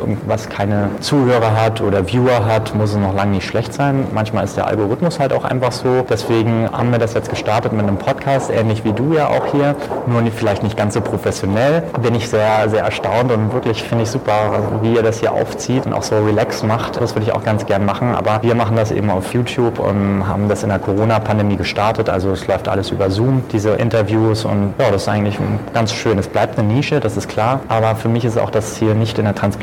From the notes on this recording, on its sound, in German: Live Interviews Teil 1 aus dem Getümmel des gut besuchten COSTEM Kongresses 2022 in Berlin